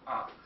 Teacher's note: звук А произносится, гласный А, полностью открытый рот